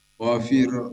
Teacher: Wafir, wafir itu dibaca tarkik, dibaca tipis. Fir itu bukan tafkhim karena setelah kasroh.